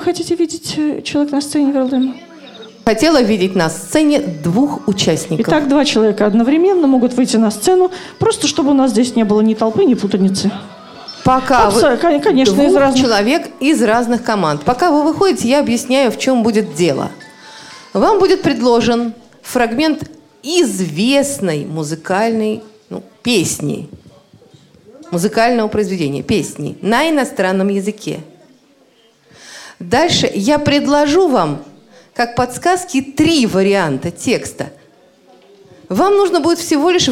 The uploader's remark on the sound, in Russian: интерактивного молодёжного креатив-шоу «Бои без правил», которое состоялось в рамках Всероссийского игрового фестиваля 9 декабря 2016 года в КСРК ВОС в Москве